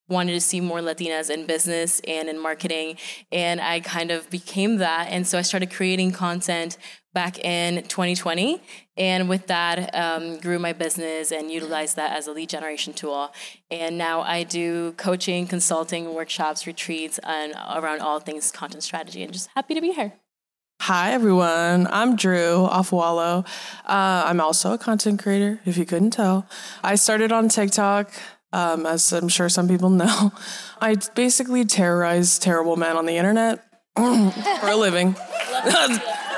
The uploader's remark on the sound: This episode was recorded live at Vidcon Anaheim.